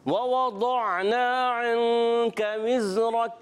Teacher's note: دونوں واو کی ادائیگی ہوگی ہونٹوں کی گولائی سے، پہلا واو بھی دوسرا بھی